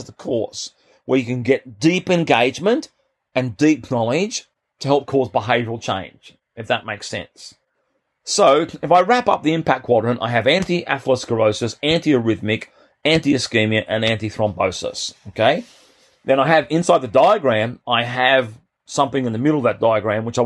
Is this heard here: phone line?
no